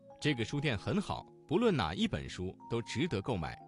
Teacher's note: “一”字在三声之前变成了四声